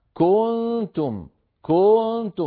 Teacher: قلنا بأنه هو التمطيط، أن يمط الإنسان الحركة فيمط الفتحة فيتولد منها ألف أو شبه ألف، يمط الضمة فيتولد منها واو أو شبه واو، يمط الكسرة فيتولد منها ياء أو شبه ياء، كقراءة قارئ ما كنتم كنتم فيمط ضمة الكاف تكاد تصبح واوا · Term: الإشباع